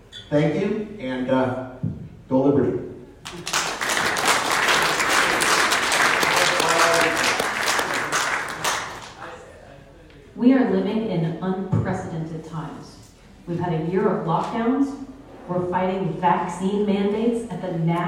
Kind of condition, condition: setting, busy venue